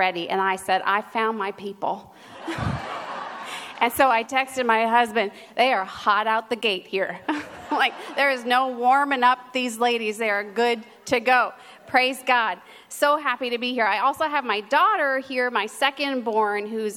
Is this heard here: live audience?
yes